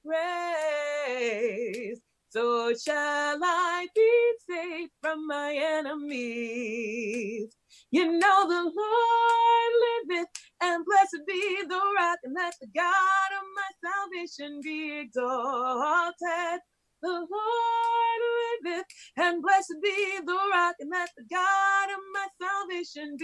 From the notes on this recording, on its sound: This is an audio from the Portland Church in Portland, OR.